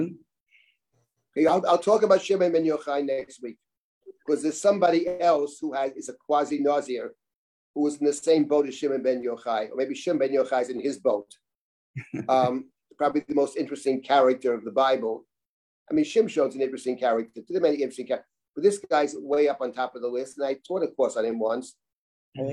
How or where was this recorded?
video call